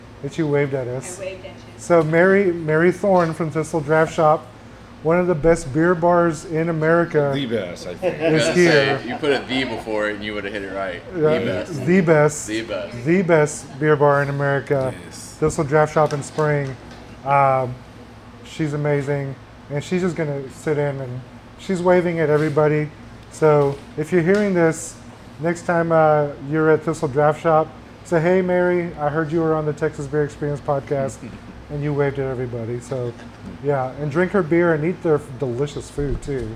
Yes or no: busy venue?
yes